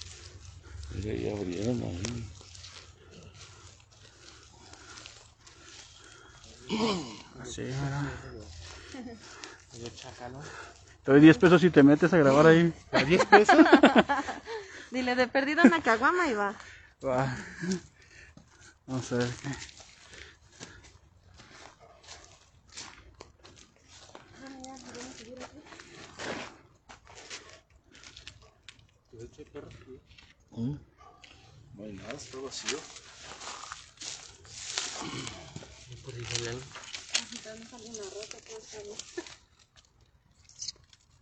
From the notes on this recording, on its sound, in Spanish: Expedición - deportivo Xochimilco. Este episodio es un audio de la expedición que se llevó acabo en "VIVO". El audio está completamente en vivo.